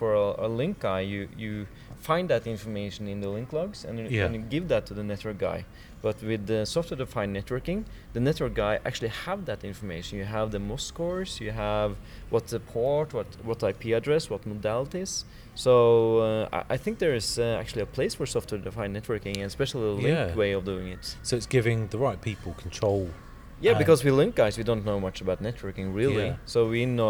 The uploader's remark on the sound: Live from TechEd Europe